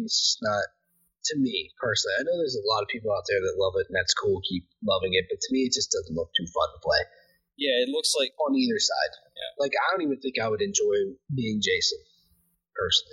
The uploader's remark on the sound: APOLOGIES FOR THE BAD AUDIO! Made a dumb mistake and now it sucks.